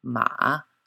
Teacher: Third tone, ma, a dipping note.